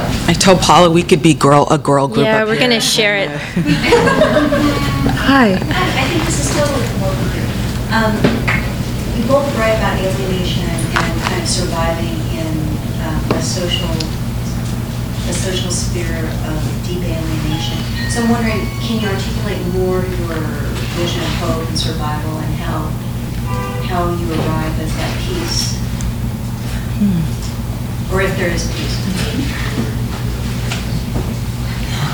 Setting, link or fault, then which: setting, live audience